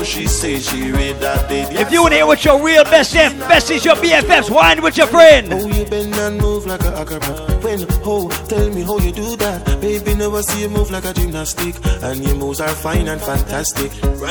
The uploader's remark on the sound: LIVE AT ISLAND SATURDAYS ON JAN 21ST